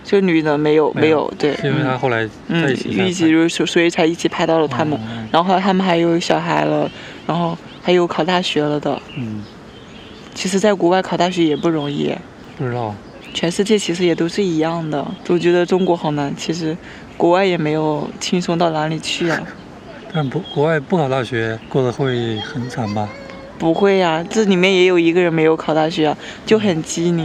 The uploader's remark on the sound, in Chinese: 虫鸣鸟叫。本期播客是我们五一前在公园野餐录制的。